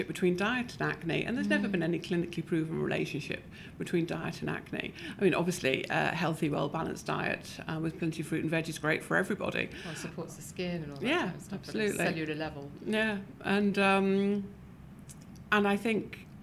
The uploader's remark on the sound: Was recorded LIVE at the British Association of Dermatologists Conference in Edinburgh.